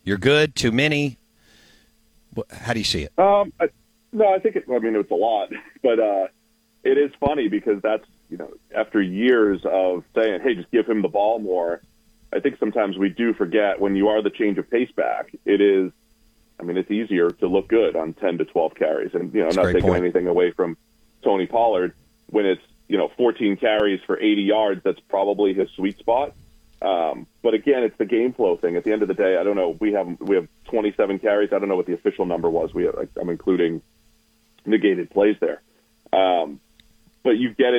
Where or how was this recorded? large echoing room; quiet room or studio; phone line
phone line